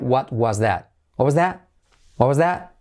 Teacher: Fijaos el that, semiclave TH, that, y la T última que casi no se dice.